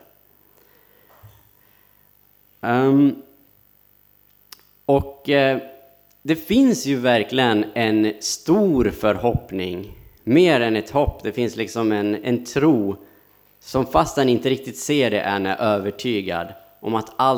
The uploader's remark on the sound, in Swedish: Inspelad under gudstjänst på Snäckan, Klintehamn.